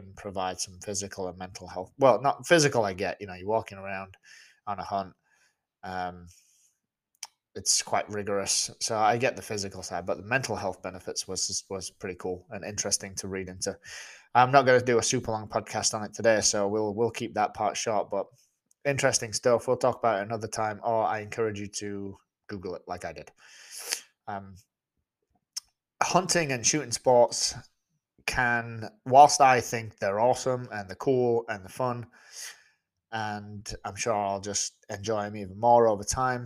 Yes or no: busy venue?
no